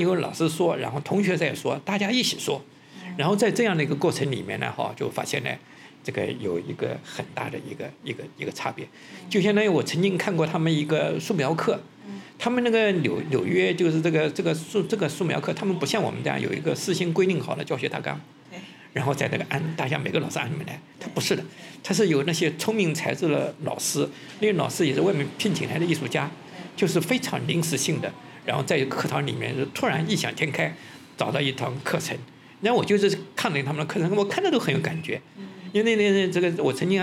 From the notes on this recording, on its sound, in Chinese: 在展览现场的对谈